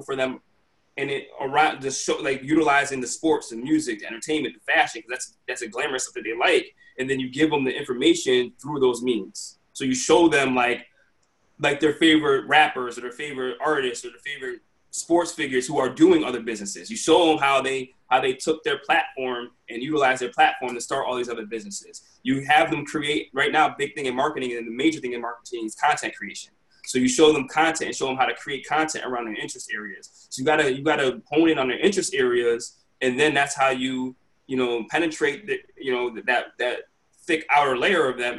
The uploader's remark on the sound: Virtual Quadcast. Sits down virtually.